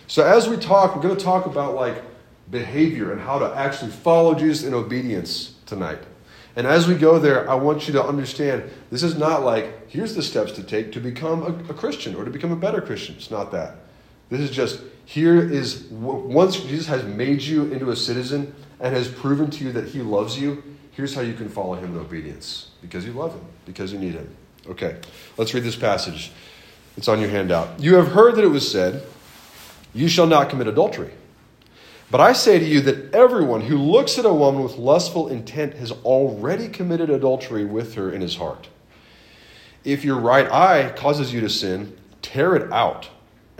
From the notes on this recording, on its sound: This sermon is from the RUF Large Group meeting at Washington & Lee